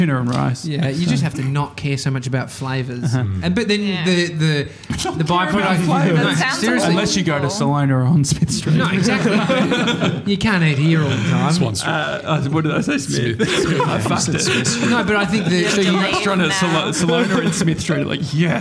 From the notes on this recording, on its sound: Salona On Swan Street. Today we're live from Salona in Richmond.